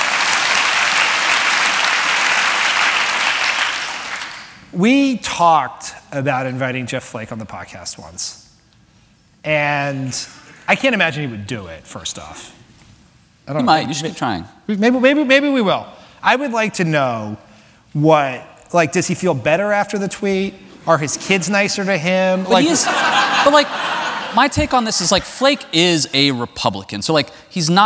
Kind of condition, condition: setting, live audience